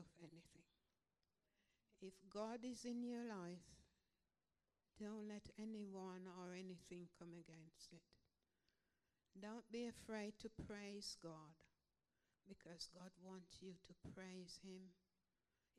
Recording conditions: uneven or low level